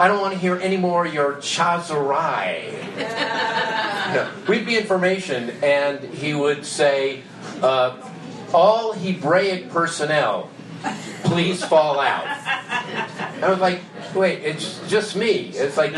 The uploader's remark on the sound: does his very first stand-up routine at an open mic night